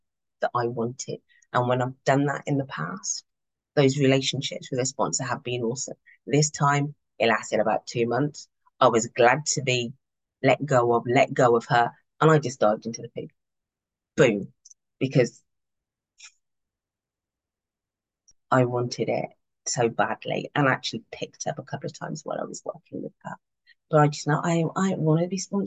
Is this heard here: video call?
yes